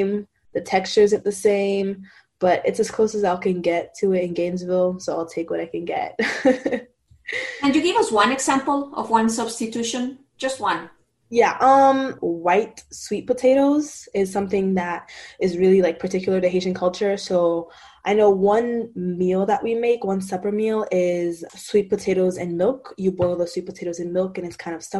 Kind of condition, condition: link, video call